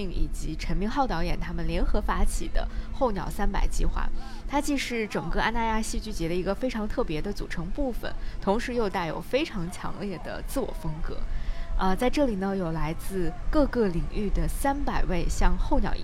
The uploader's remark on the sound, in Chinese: 夏日海边对话。现在，我们把这些快乐的海边对话带到了午夜飞行「夏日特辑」。